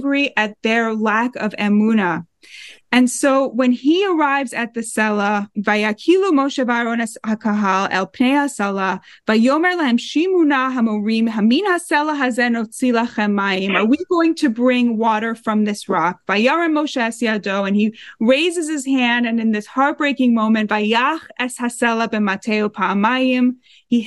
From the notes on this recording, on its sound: These sessions are held on Zoom every week.